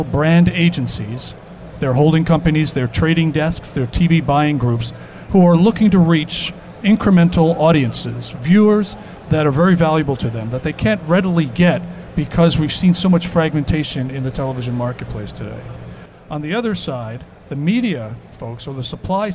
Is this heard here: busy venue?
yes